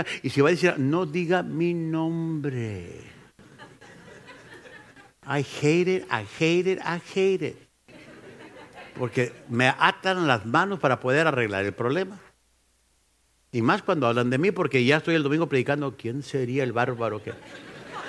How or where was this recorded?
live audience